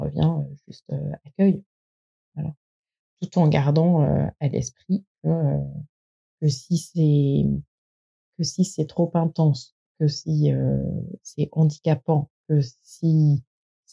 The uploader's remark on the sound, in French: La qualité du son est aléatoire, désolée, pour les aléas du direct.